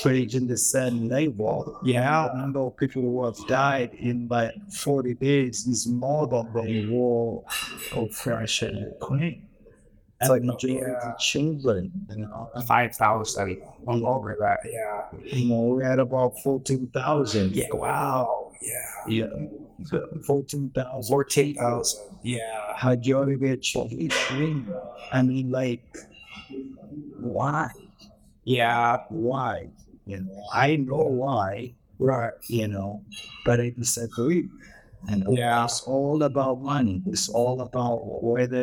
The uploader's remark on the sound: recorded downtown at Kafé Mamai